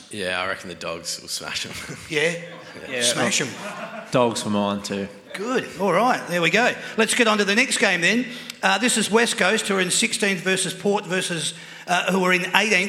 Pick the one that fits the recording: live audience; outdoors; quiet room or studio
live audience